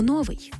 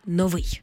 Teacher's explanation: Колись це слово справді мало два наголоси, але вже давно наголос на першому складі вважається ненормативним · Shown in: first take